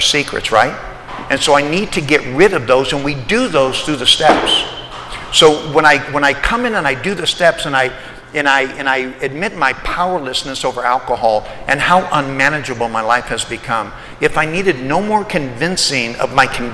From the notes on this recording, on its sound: Today’s podcast is from a speaking event. I was the keynote speaker at the “Old Timers” meeting at the Salt Lake City, Utah Alano Club.